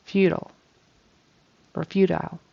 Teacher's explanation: Either way you say it, you can say it either way, but either way you say it, the emphasis is on the first syllable